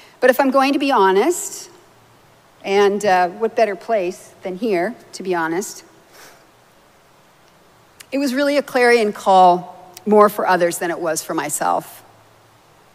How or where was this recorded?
large echoing room